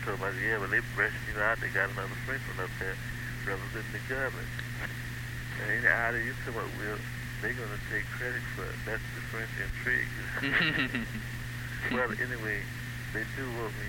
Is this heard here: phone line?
yes